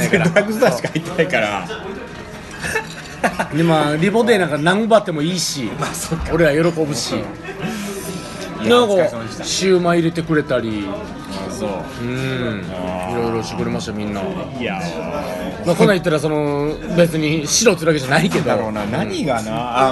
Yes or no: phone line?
no